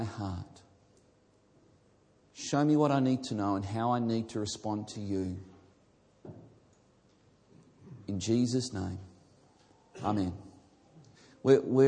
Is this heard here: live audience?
yes